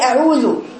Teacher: نفس ما فيهاش، يبقى فيها ايه خلي بالك كنت تقولي اعوذ، كل كلمه اعوذ دي ما فيش ولا حرف فيها يخرج فيها الهواء